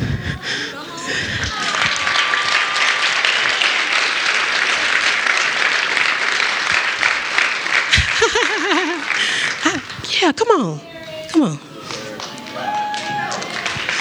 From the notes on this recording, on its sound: this was my first time going LIVE and it was at the first annual Milwaukee Podcast Festival